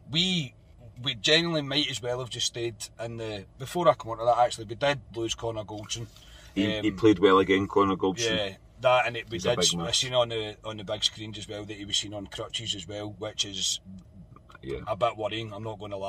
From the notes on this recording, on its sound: reaction from the car after leaving Ibrox.